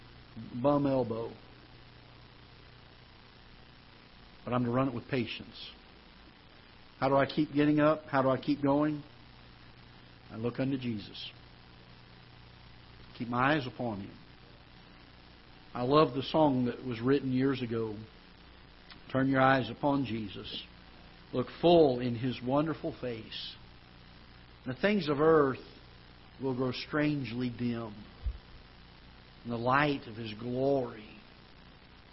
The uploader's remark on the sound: Ketha Heights Baptist Church ~ Live Broadcast